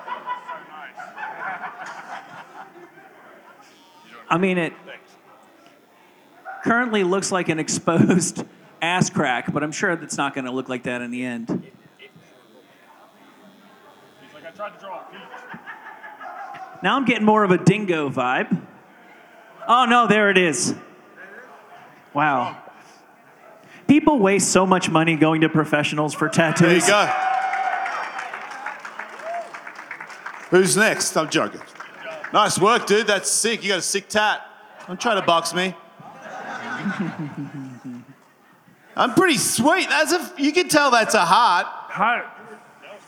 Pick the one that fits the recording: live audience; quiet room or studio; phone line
live audience